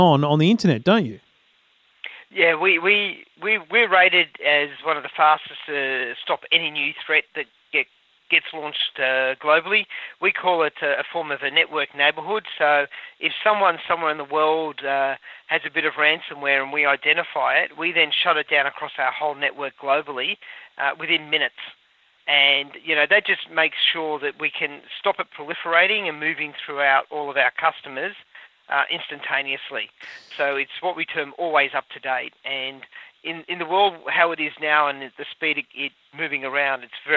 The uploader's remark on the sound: taking your calls